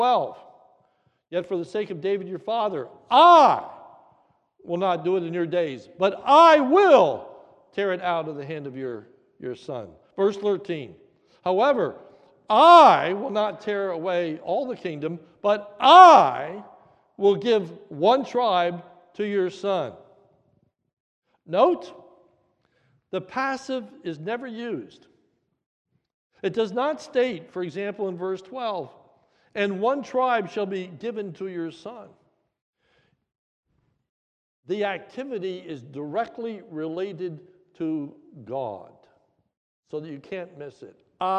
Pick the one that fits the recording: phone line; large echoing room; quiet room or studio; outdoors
large echoing room